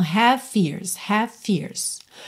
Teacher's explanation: o V de have já junta no F de fears, porque olha, V e F são feitos no mesmo local, né? Que é lábio inferior nos dentes superiores.